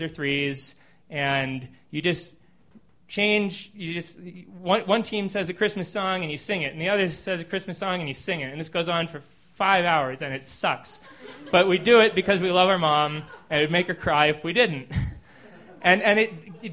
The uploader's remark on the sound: These stories were recorded at The Deer Pile on November 21st, 2013 by our good friends at The Denver Diatribe .